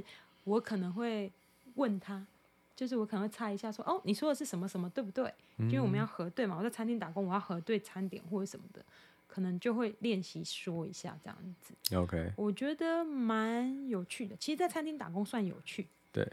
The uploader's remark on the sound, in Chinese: 很抱歉收音有點忽大忽小。